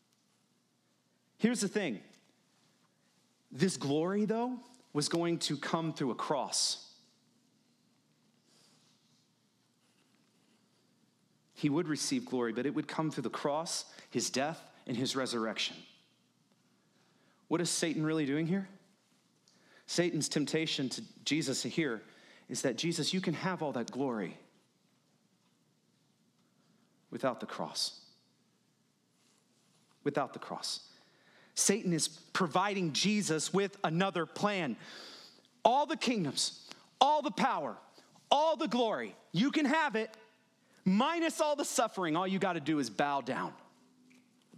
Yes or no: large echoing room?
yes